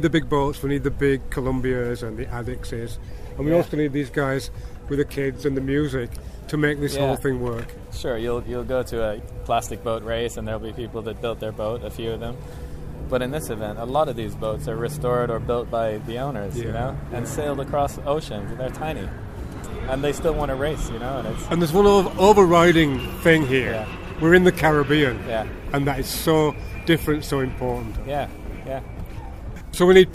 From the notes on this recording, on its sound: This month I take you aboard the 1928 50ft, 22-ton Alden Schooner Charm III as we race in the Antigua Classic Yacht Regatta